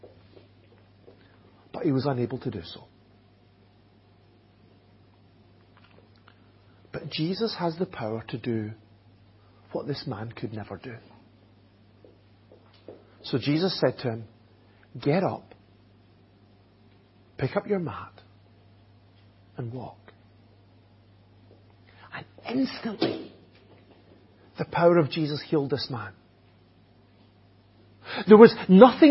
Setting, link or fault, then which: setting, large echoing room